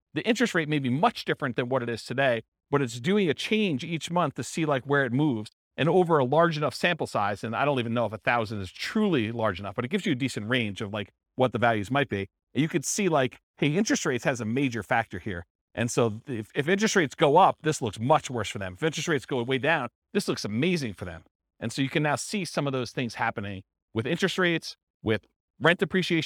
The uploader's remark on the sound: This was a live class recorded